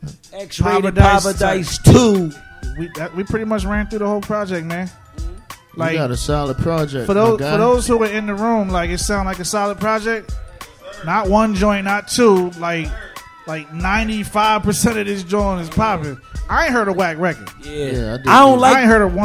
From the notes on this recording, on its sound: Live from Swig LoungeCamden, NJ